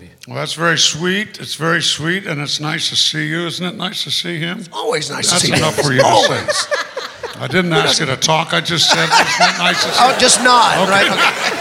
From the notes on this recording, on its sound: Live at the SouthPoint Casino.